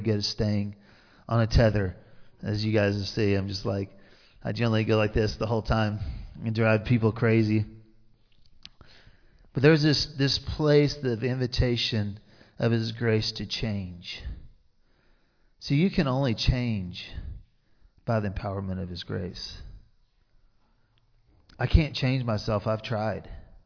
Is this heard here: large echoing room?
yes